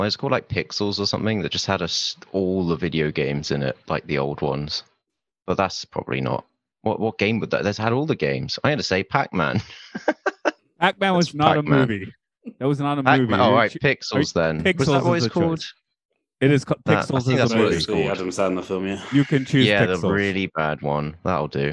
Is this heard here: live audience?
no